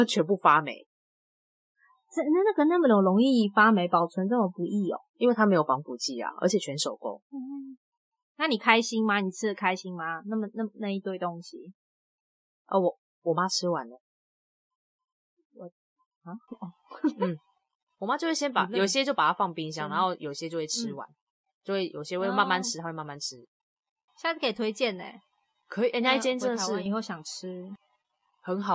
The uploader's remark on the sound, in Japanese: 音質警告!!!這次的錄音不知道是不是因為氣氛沉重。音質被惡作劇了。